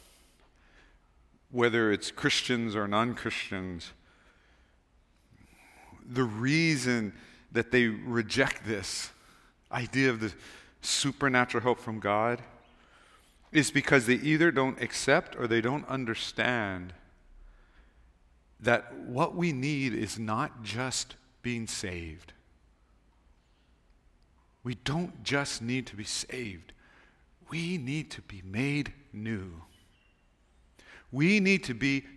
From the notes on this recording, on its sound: Recorded on December 31, 2023 at Waialae Baptist Church.